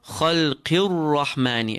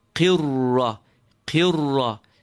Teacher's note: Khalqir rahmani, and the ra is completely full. From the moment you make contact with it, the ra is full. · Term: full ra